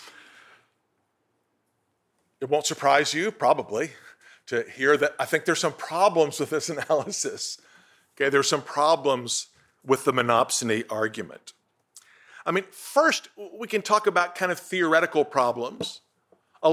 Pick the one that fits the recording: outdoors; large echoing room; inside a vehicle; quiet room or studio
large echoing room